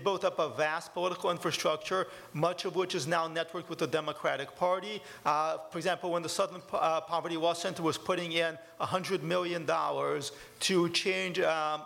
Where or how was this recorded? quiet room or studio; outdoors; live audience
live audience